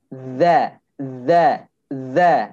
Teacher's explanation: ujung lidah bertemu dengan ujung gigi seri yang atas jadi seolah-olah lidah kita itu digigit ujungnya.